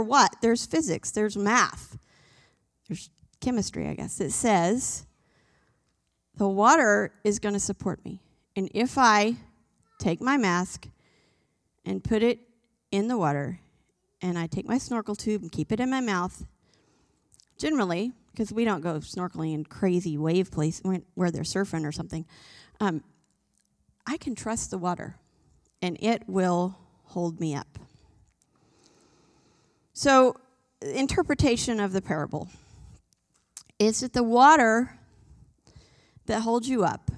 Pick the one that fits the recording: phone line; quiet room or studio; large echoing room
large echoing room